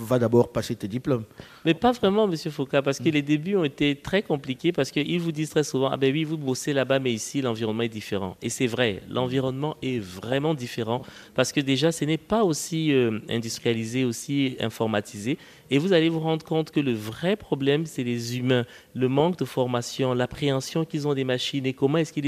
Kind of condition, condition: setting, busy venue